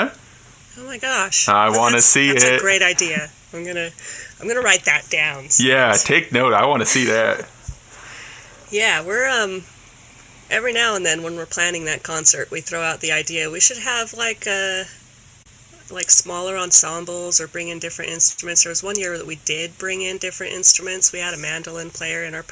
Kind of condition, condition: fault, poor sound quality